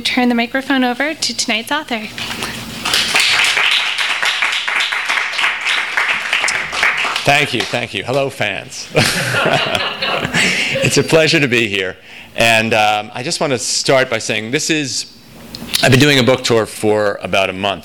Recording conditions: live audience